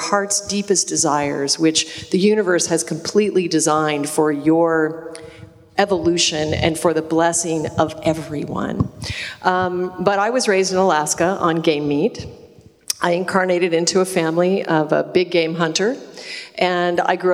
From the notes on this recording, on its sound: Live In Dublin. Took place before a live audience at the gorgeous Smock Alley Theatre this past summer in Dublin, Ireland. I sincerely hope you enjoy our live presentation, which includes loads of great questions from the audience.